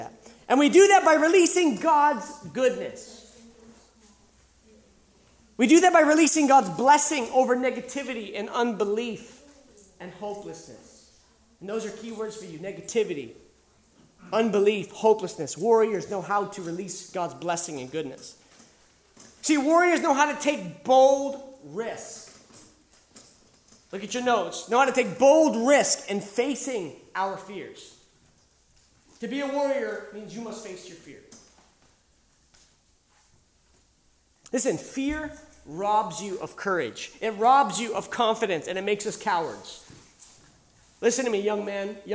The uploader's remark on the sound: The Warrior (Live Sessions from Camp R.A.W.) This was originally recorded live at The School of Warrior Arts annual Camp R.A.W.